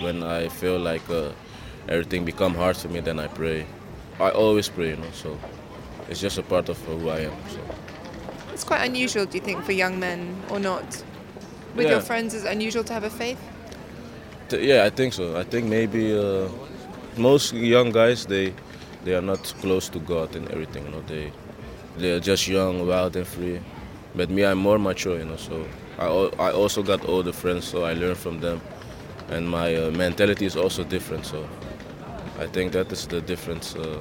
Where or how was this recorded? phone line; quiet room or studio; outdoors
outdoors